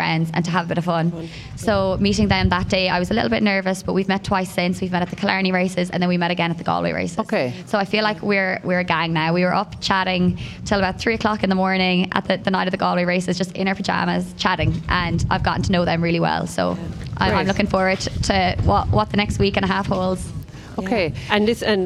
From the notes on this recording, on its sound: As broadcast live from the the Fair green at the Scariff harbour festival 5th August 2023.